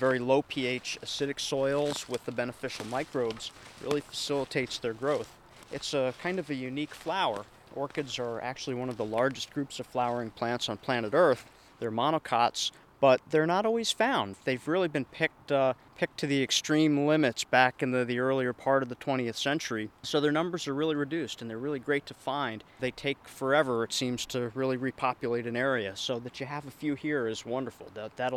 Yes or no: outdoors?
yes